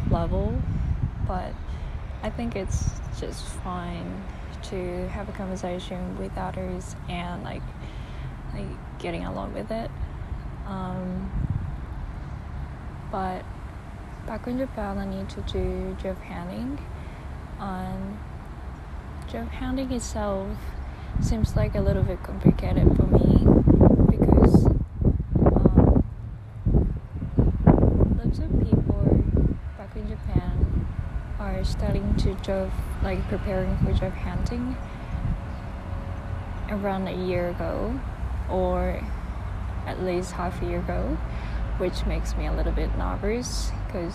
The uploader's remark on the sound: I apologise the noise. I took this episode outside again and was a bit windy day. It’ll suddenly finish since it started raining.